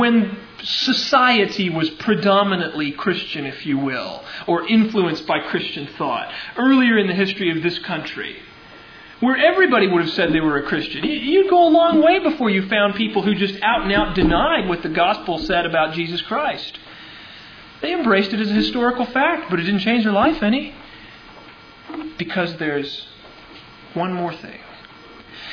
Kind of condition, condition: setting, large echoing room